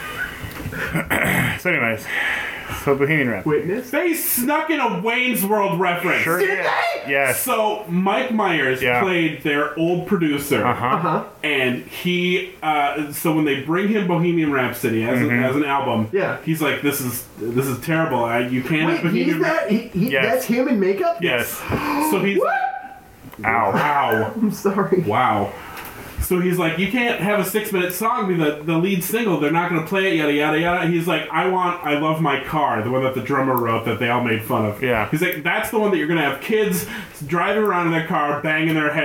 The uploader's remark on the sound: The audio goblin struck again, so the producer tried his best to make it better and apologizes for said goblin.